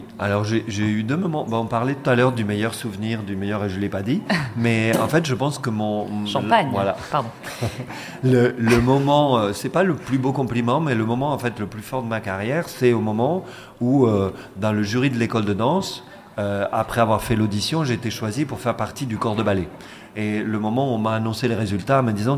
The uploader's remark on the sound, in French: nous avons réalisé une émission en public et en direct